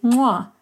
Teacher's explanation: If you wanted to say the word cat in ngu, you'd say mwa, and this has a nasal bilabial click consonant.